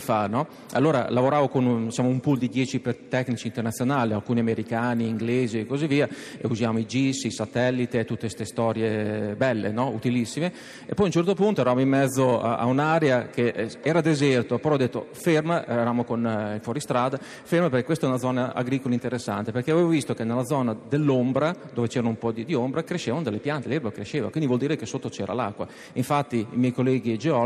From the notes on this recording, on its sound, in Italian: in diretta da forlì